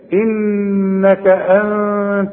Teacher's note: جات لك تاني انك انت السميع انك النون لازم تغني انت النون الثانيه دي ما استعملش فيها لساني لانها بدون تشكيل وبتخفى لأن بعدها التاء